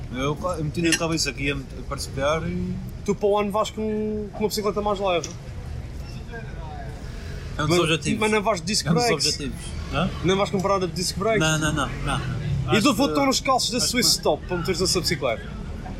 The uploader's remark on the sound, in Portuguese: Estamos de regresso, com um Podcast especial, gravado nas ruas de Antuérpia!